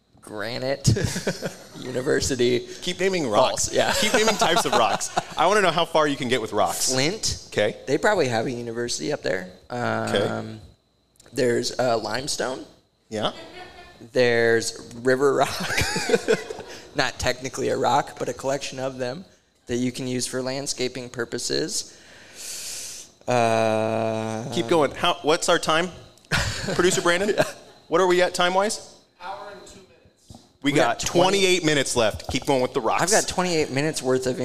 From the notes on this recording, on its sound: LIVE at Hail Varsity Club! Record LIVE at LaVista, Nebraska’s Hail Varsity Club.